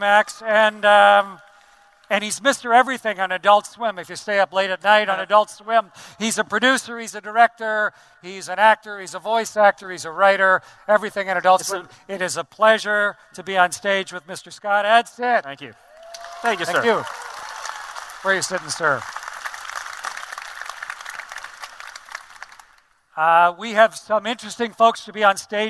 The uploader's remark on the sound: StarTalk Live! from Future Con.